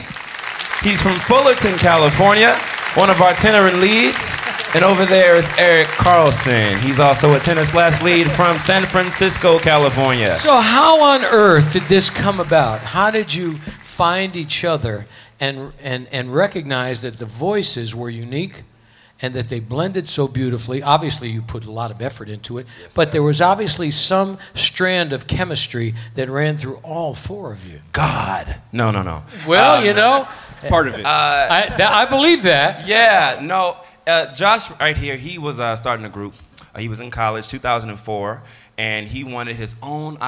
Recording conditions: busy venue